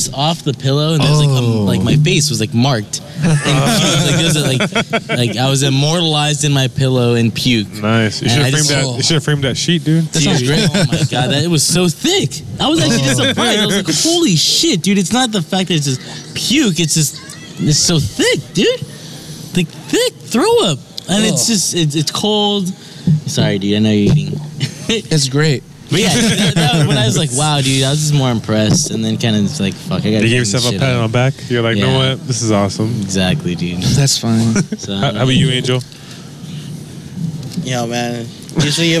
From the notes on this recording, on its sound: at their live event at the Lexington on 9/18/17